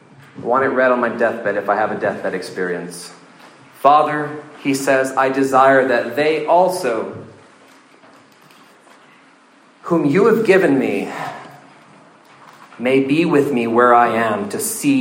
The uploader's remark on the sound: This sermon was preached at the 2023 Engage Truth Student Summer Camp in Cloudcroft, New Mexico.